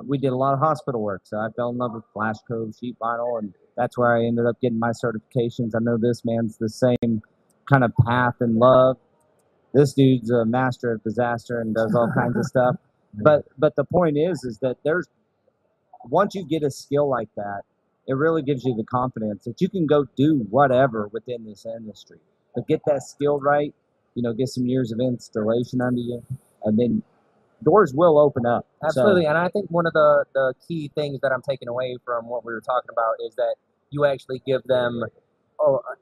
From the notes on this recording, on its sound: In this exclusive bonus episode, the guys are live from TISE with some of the industry's favorite faces.